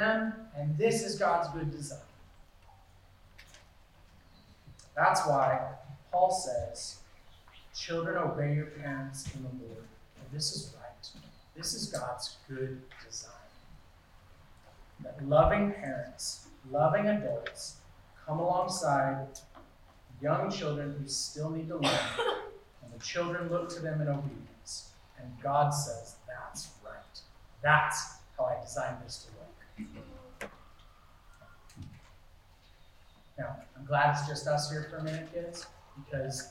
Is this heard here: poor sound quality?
yes